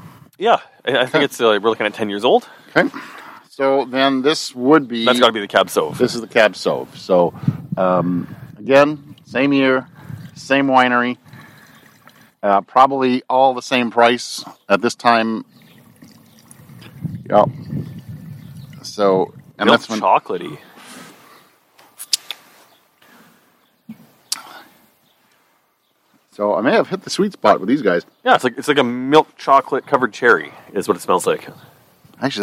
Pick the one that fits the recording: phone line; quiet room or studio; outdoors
outdoors